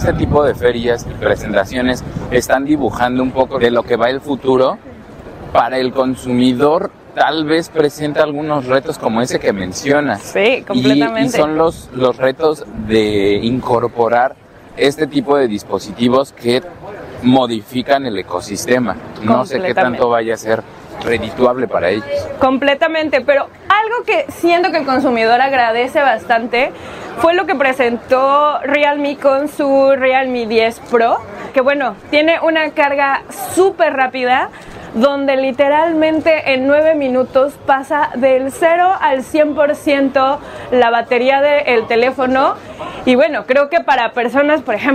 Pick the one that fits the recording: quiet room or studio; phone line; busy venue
busy venue